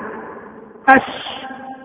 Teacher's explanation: الحرف الثالث عشر الشين، وتخرج من وسط اللسان مع ما فوقه من الحنك الأعلى